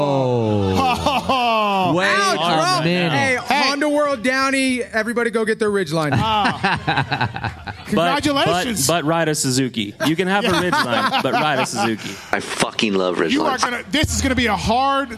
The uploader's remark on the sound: Pulpmx Show LIVE from The Space, Las Vegas. The live show we did from The Space in Vegas.